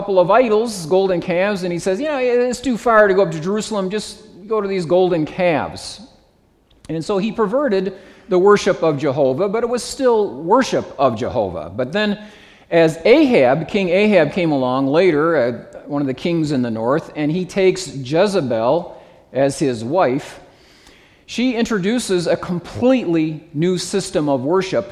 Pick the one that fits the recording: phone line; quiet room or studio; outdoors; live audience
live audience